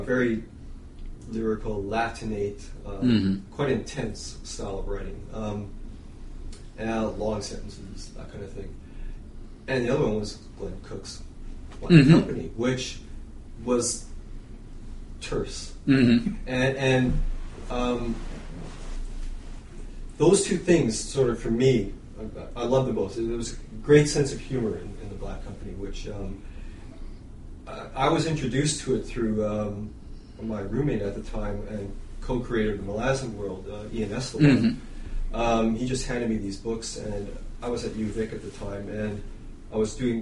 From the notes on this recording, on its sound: Continuing the series of podcasts we recorded in Saratoga Springs at the World Fantasy Convention.